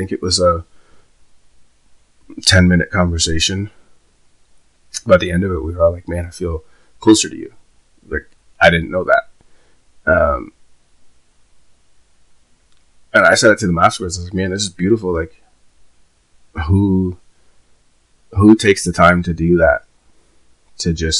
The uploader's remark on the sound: Apologies in advance for the sound quality ill get there lol.